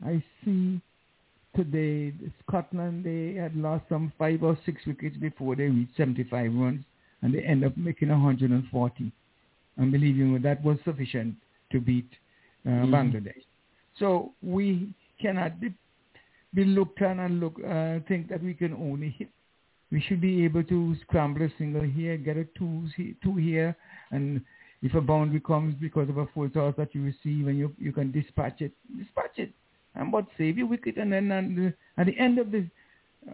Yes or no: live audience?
no